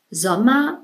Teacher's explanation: In dem Wort Sommer schreibt man ein R, aber man spricht es nicht. · Term: vokalisierte R